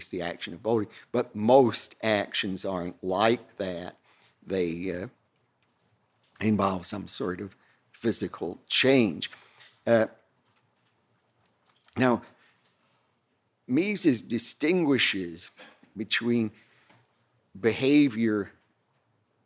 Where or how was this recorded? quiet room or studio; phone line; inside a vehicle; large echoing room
large echoing room